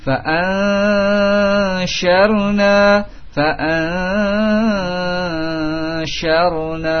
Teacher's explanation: shin memiliki tafasyi dan dia sama makhrajnya dengan jim dari tengah lidah